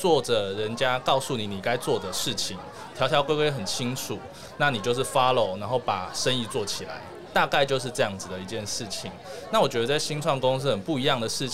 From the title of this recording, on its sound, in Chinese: VISION 2022 臺大校園徵才博覽會-Live Podcast